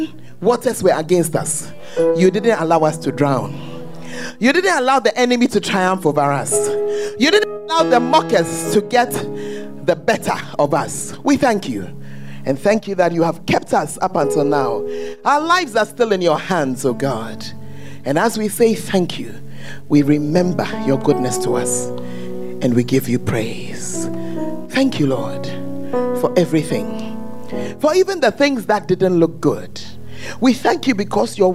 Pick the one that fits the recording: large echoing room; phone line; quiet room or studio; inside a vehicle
large echoing room